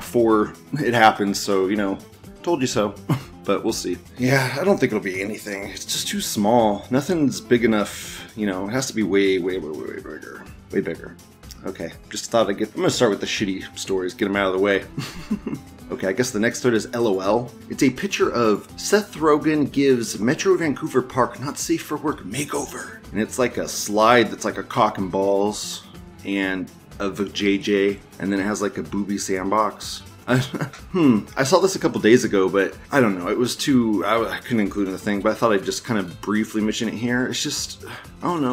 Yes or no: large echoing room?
no